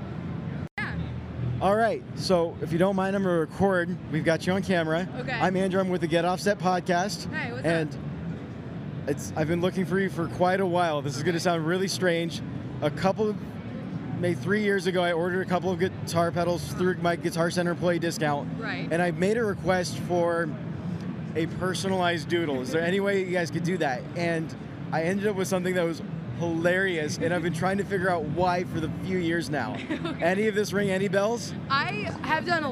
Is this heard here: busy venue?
yes